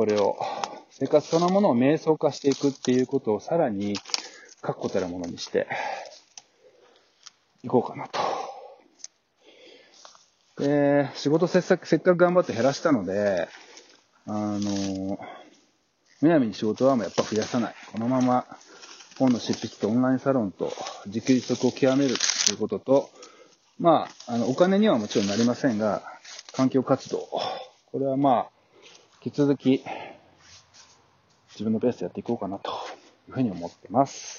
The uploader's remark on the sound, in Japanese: 自給自足を支える自宅のフードガーデンで、命の植物たちと向き合いながら、2021年を振り返る。野外で作業しながら収録。若干聴きづらい点があるかもですが、何卒ご了承ください。